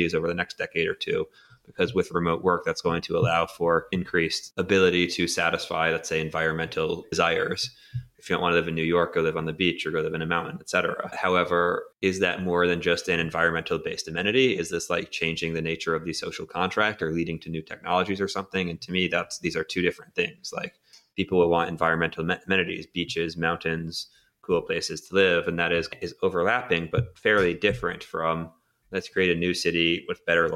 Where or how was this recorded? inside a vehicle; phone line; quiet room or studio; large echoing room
quiet room or studio